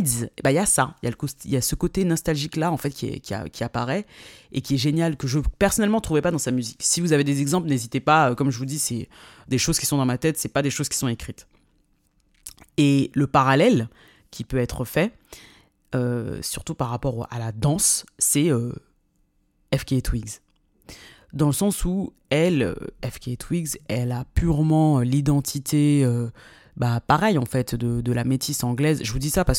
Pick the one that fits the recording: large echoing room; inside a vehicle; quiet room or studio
quiet room or studio